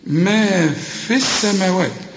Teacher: وطبعا في نهاية الميم ألف عشان تمدها ألف كاملة · Term: مد طبيعي